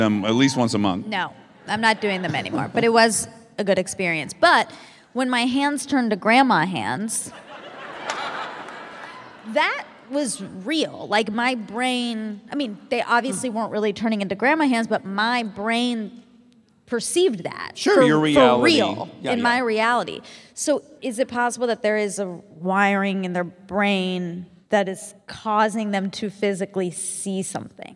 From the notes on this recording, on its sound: Live from Portland at the Keller Auditorium.